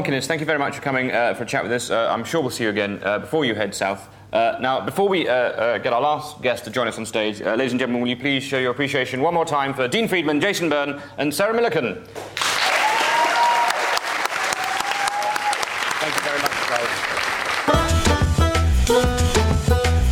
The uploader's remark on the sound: Edinburgh festival podcast: The Guardian Live at the Gilded Balloon. On stage for live comedy at the Gilded Balloon.